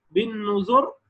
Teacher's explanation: وقف بالسكون المحض بالنذر مع تفخيم الراء